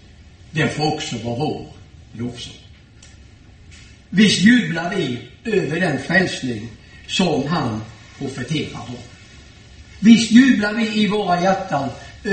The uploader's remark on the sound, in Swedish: Gudstjänst i Ljungby. I S:t Markus församling i Ljungby.